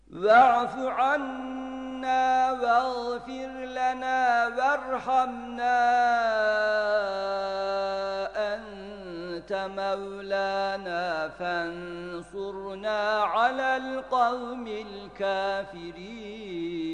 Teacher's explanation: Bir de ente kelimesinde ihfa gunnesi var